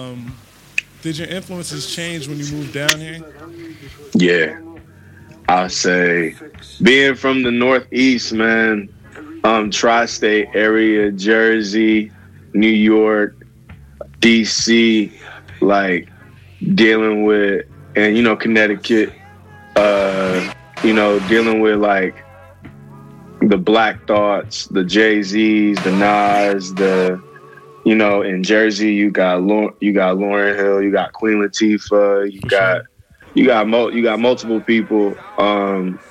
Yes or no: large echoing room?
no